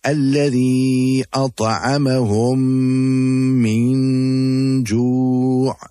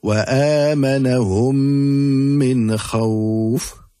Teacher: And once we have that combination, the two memes become incorporated and will be recited with ghunna. · Term: idgham shafawi